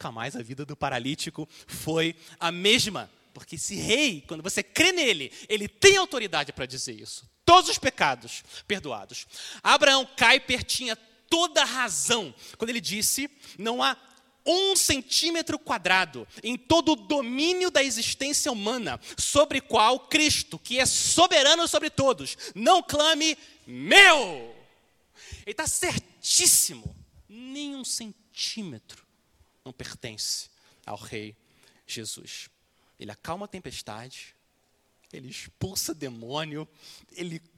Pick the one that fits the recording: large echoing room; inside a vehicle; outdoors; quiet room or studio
large echoing room